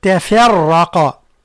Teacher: ترقيق التاء والفاء، حذاري من تفخيمها